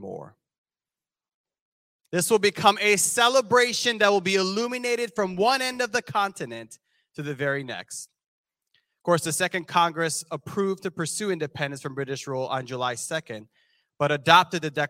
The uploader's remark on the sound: This sermon was recorded live on July 3rd, 2022 at Newark United Pentecostal Church.